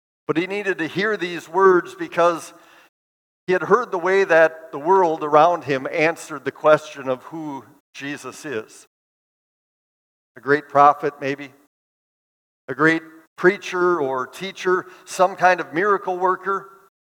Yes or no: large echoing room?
yes